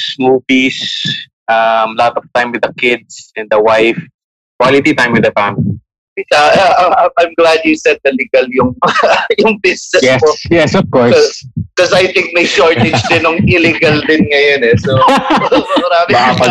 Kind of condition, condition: link, video call